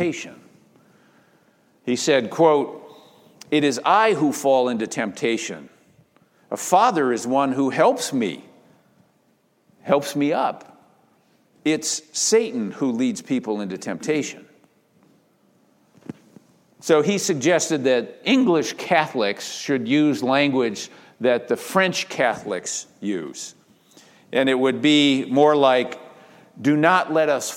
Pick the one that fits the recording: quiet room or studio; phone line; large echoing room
large echoing room